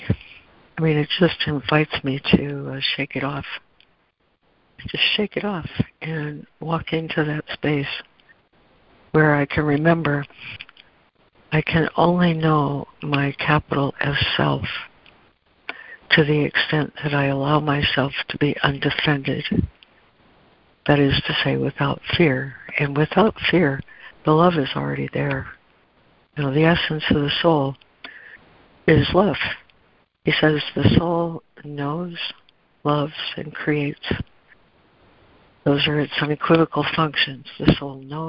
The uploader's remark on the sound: ACIM Daily Conference Call.